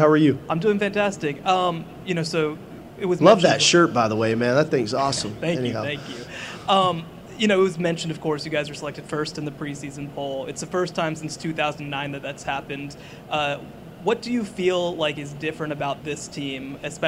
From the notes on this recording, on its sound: press conference at Big 12 Football Media Days